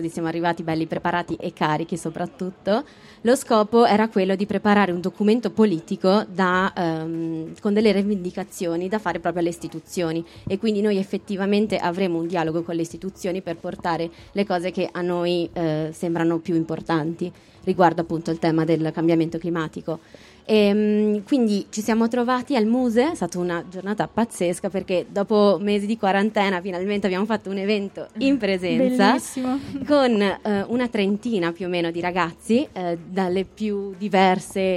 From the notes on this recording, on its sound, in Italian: Le interviste dell’Agenzia di Stampa Giovanile al Festival dell’Economia. In diretta dalla piazza che cresce della Fondazione Demarchi.